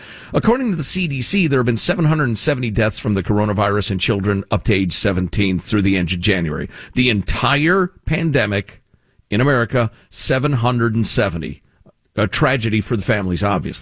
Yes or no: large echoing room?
no